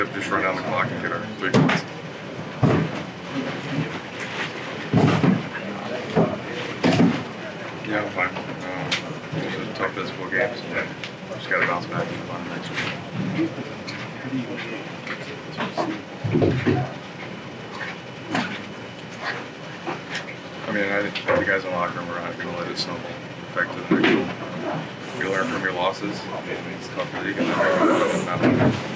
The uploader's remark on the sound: Postgame Press Conference